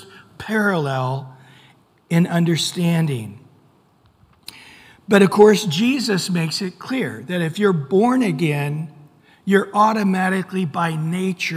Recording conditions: large echoing room